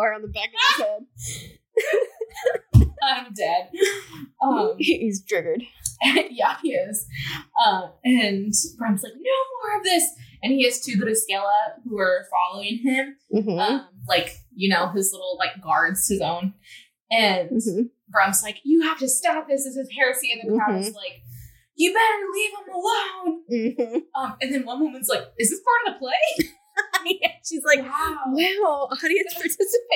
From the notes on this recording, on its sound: Please forgive echoey audio. Started using a new editing software and is still learning how to use it!